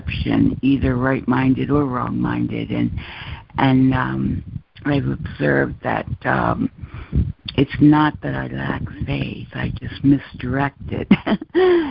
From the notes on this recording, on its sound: ACIM Daily Conference Call.